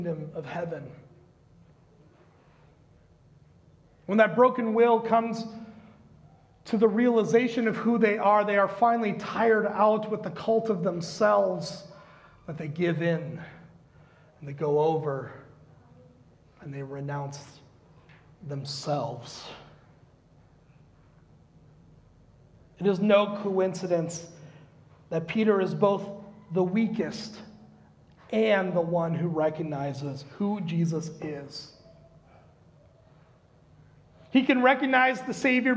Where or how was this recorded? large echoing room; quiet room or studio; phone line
large echoing room